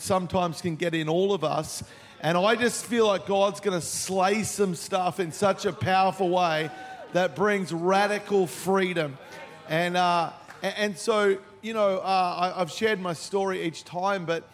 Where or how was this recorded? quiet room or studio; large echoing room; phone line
large echoing room